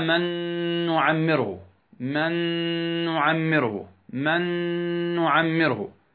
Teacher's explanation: ذهبت النون والصوت للنون الثانية · Term: الغنة